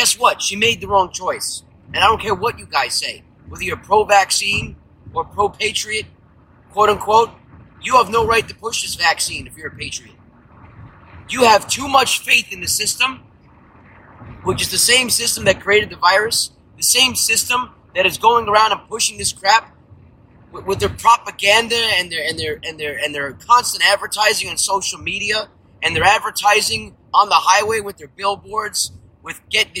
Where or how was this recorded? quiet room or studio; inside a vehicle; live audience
inside a vehicle